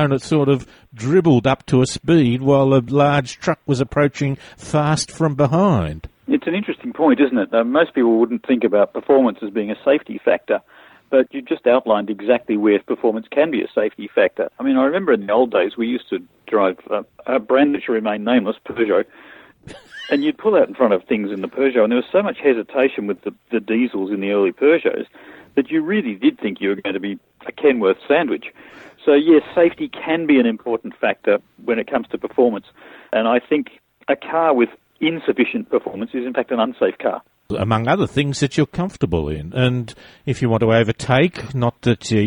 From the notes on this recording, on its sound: A listener called in and asked about buying an SUV. He joins us on the line.